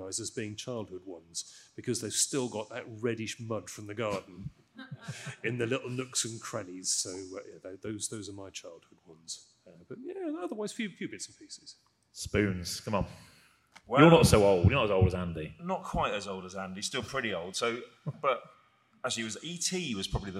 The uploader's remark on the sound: Star Wars Celebration 2023 Special. Recorded in front of a live studio audience at Star Wars Celebration on the Holonet Stage!